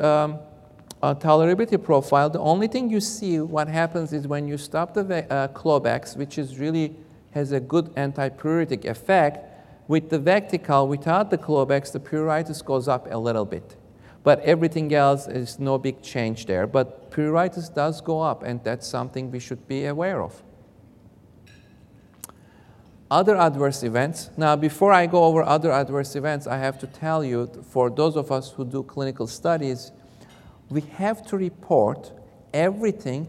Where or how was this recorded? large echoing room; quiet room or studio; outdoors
large echoing room